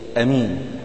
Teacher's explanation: يعني ممكن تحذف الألف بالمرة الألف المادة هذه وتقول أمين